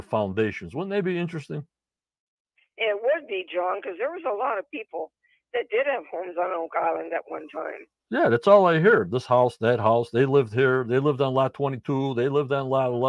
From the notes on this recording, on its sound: On the phone. In Stream Yard chat.